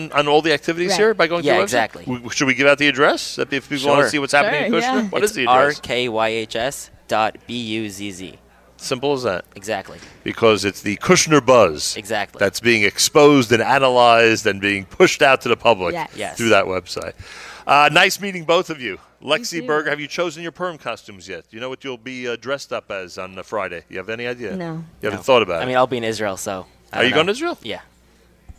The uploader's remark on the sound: Live from The Kushner Schools